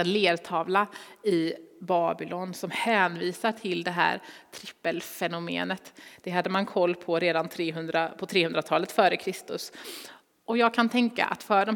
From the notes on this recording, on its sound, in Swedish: Inspelning från Immanuelskyrkan Skövde.